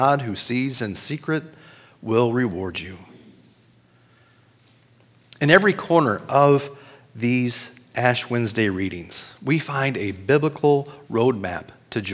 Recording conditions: large echoing room